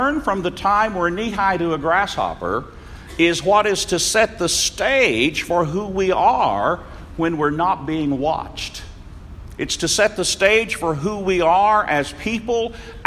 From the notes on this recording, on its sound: Norman Young Peoples Meeting. Audio Courtesy of Norman, OK Church Of Christ.